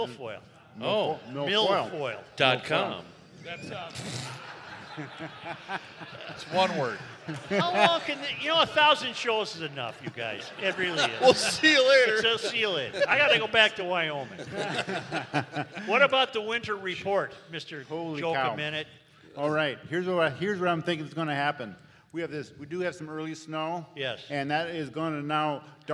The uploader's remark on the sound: We are live at the Hopkins Center for the Arts for the 1,000th Podcast!!!!